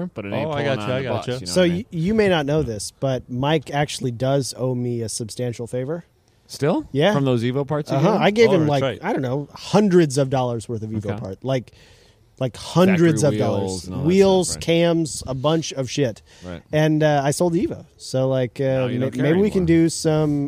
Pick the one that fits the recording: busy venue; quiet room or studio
busy venue